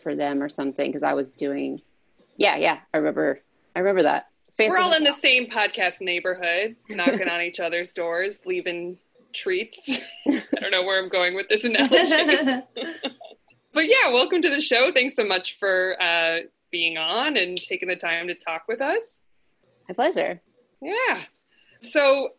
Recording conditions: video call